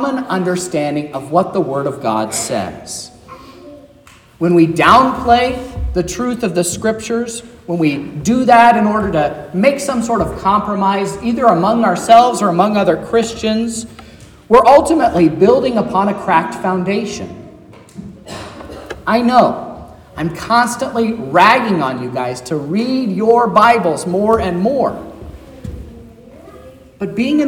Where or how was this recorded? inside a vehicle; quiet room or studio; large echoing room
large echoing room